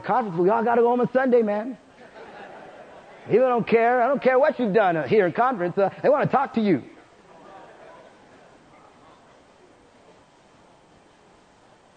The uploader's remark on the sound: Preached in Prescott Winter Conf.